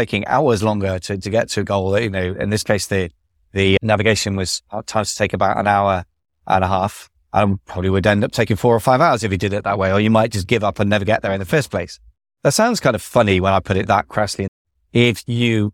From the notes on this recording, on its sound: Today I'm in the car driving